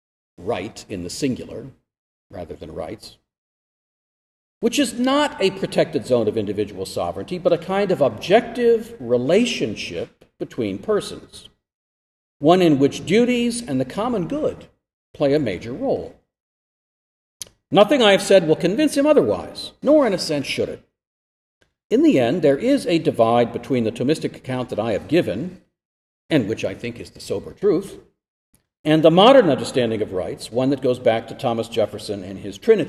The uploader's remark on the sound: This lecture was given at Florida State University.